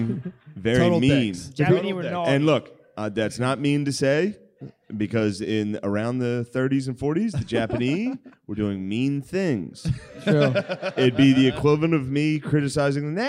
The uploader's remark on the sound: LIVE from Magooby's. LIVE from the joke house.